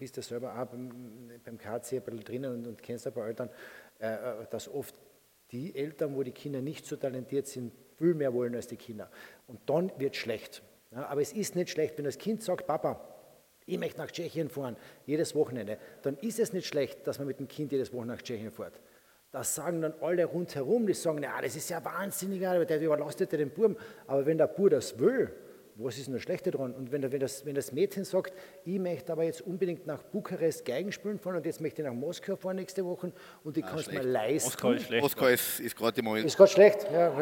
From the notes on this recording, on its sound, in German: Aufgenommen beim Kleine Zeitung Podcast Festival in Klagenfurt